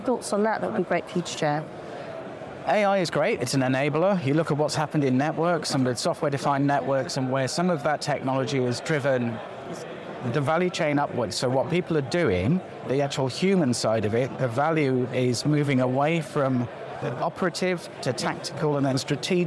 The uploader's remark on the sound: live from FIX Trading Community EMEA Trading Conference